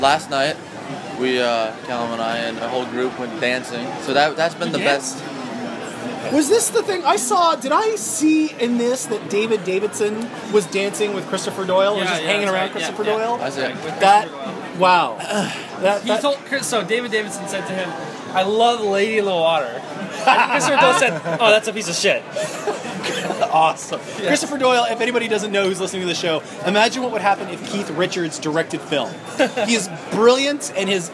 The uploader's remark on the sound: I’ve wanted to record some of what goes down at our pub nights here in Toronto. While I couldn’t possibly capture the boisterousness, animation, and pure volume that takes place at those tables, I think this captures the spirit of what goes on…moving about the room, talking to different people, and overall just catching up.